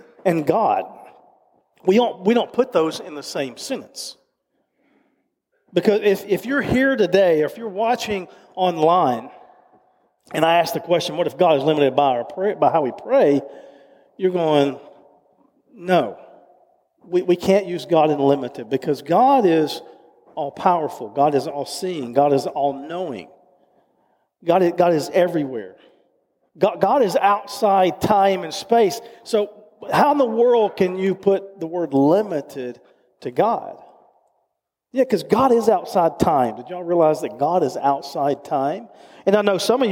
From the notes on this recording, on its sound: Recorded live at Covenant.